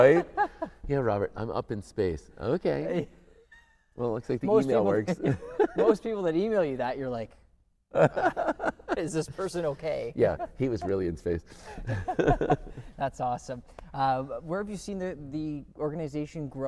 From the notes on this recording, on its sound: Live from the Capitol Theatre